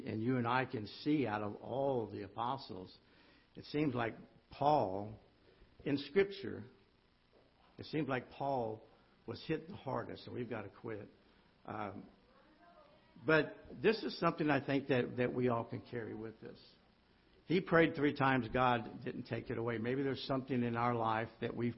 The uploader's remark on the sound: Ketha Heights Baptist Church ~ Live Broadcast